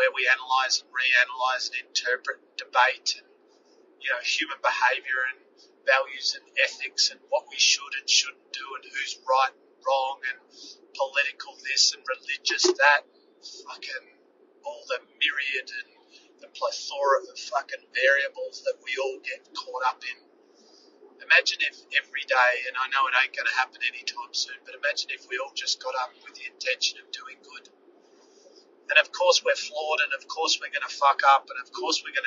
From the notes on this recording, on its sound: Yesterday I had a profound moment in the car and recorded this import episode into my phone (hands free). The audio quality is rubbish.